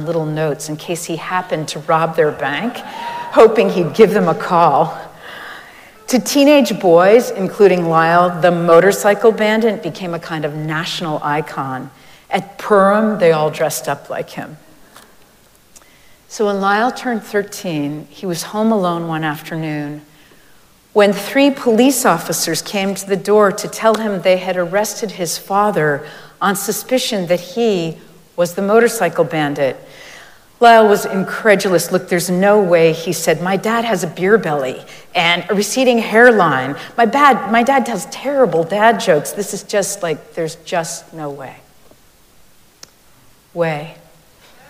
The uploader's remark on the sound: Recorded live at Arlington Street Church